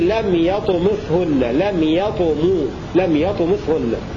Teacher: روى دور الكسائي بضم الميم في لم يطمثهن، لم يطمو، لم يطمثهن الموضع الأول، وروى الموضع الثاني بكسرها لم يطمثهن، هكذا يروي دور الكسائي.